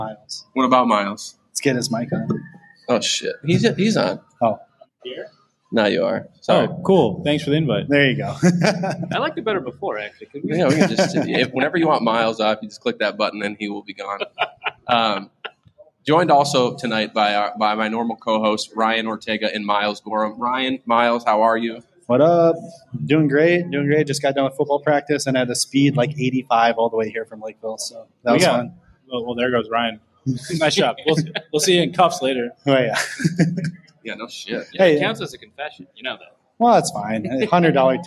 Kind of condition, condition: setting, busy venue